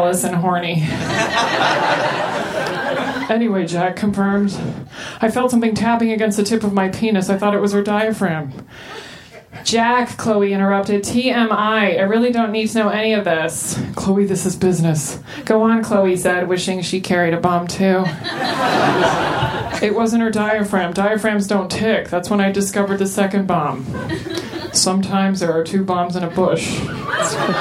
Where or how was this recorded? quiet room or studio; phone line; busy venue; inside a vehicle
busy venue